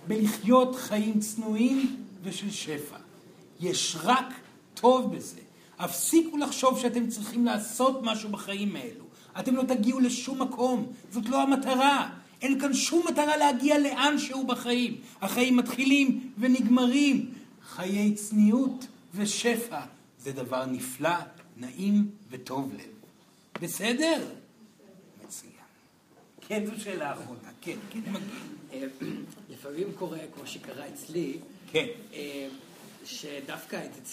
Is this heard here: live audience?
yes